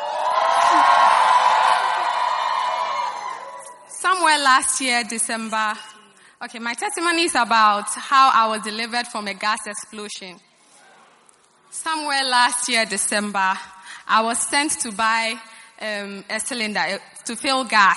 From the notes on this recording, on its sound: Preached at the First Love Gathering Service.